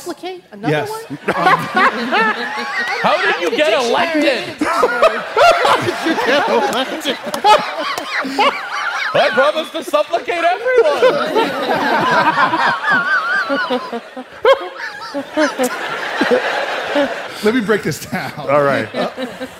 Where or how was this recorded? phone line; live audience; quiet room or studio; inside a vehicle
live audience